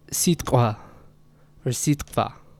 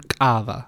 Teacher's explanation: it's not a full ka. It's not so harsh as like when you hear kava. It's kva. It softens slightly. · Shown in: first take · And so that's sort of a natural feature of the letter k in Georgian, that it does sort of, in certain situations, especially in word medial forms, intervocalic forms, it does soften a little bit.